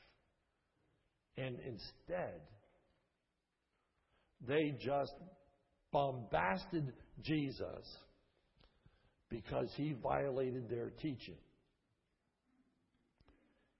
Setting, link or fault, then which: setting, large echoing room